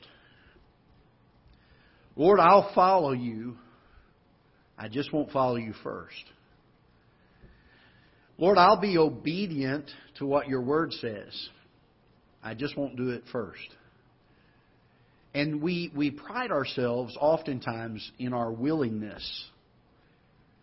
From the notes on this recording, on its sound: Ketha Heights Baptist Church ~ Live Broadcast. Live broadcast from the auditorium of Ketha Heights Baptist Church in Festus, Missouri.